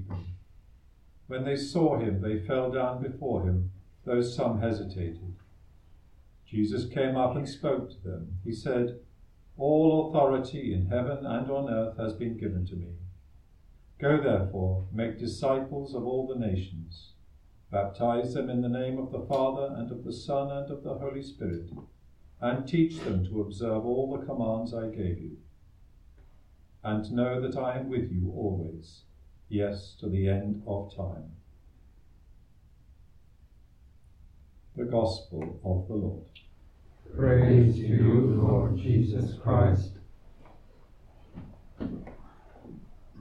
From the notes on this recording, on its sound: Recorded live at Southgate House on 18 May 2023.